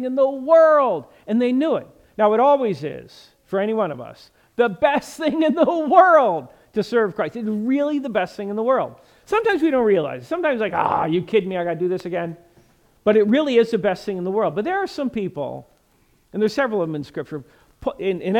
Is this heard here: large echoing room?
yes